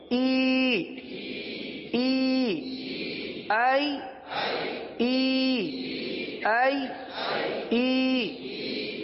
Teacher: یا مدہ ہے اس کو ایک الف تک کھینچ کے پڑھیں گے